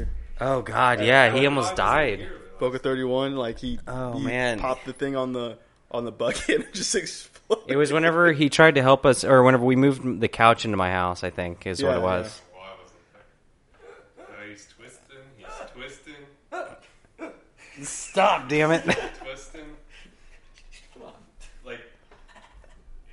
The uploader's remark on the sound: This week the boys are live from Midway Craft House in Denton TX. Live 1 From Midway Craft House Denton TX.